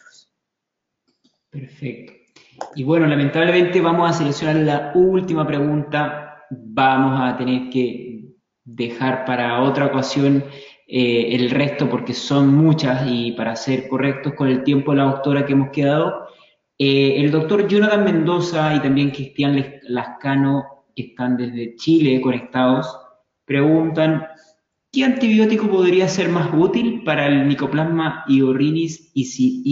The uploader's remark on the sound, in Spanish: En este episodio hemos rescatado el audio del aula virtual.